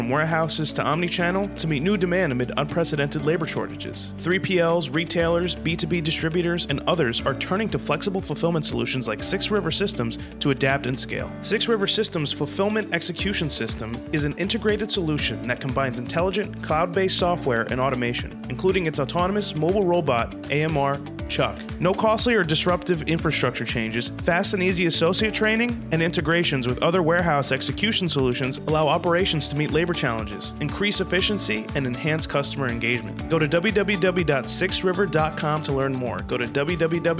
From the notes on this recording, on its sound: Hannibal Industries at MODEX 2022.